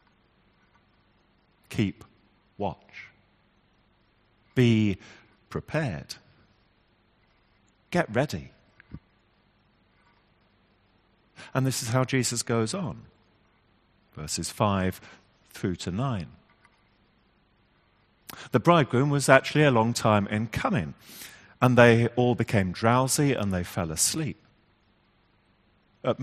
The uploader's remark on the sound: Our 10.30am morning service, which was live-streamed from church.